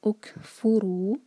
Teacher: گے، تو ہم پڑھیں گے اُك، کیف کے اوپر سکون ہے، کیف پر ہم حمز کریں گے، سانس کو جاری رکھیں گے اُكْفُرُوا، فو ایک حرکہ اور رو دو حرکہ، یہ ہے مد · پر ہم حمز کریں گے، سانس کو جاری رکھیں گے اُكْفُرُوا، فو ایک حرکہ اور رو دو حرکہ، یہ ہے مد طبعی، دمہ کے بعد واو آ رہا ہے